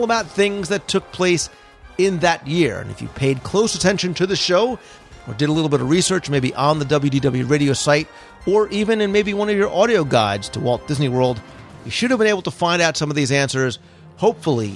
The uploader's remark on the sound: It was recorded live from Walt Disney World. It includes a roundtable panel with a number of Disney mom bloggers who were in town to cover the event.